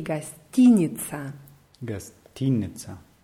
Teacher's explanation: Die Betonung ist auf I hinter T.